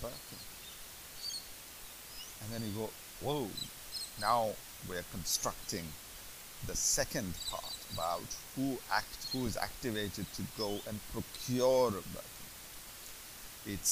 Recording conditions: poor sound quality